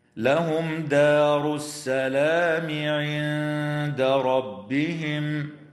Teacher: ويراعى ترقيق الدال في كلمة دار لأن الدال من الحروف المرققة دائما، وتخفى النون الساكنة عند الدال مع الغنة مرققة في كلمة عند، ويجوز الوقف على قوله تعالى عند ربهم من قبيل الوقف الحسن.